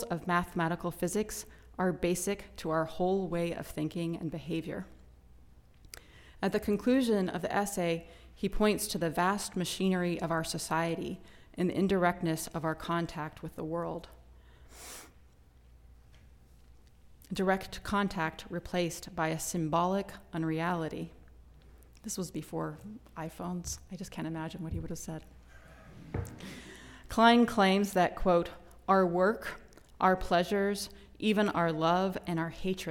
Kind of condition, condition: setting, large echoing room